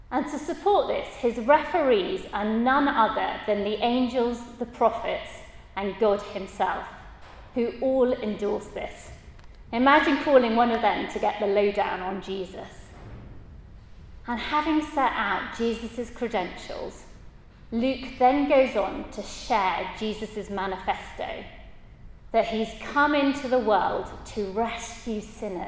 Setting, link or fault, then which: setting, large echoing room